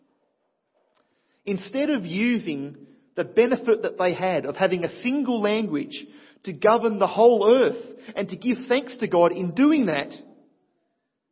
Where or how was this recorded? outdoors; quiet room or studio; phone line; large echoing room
large echoing room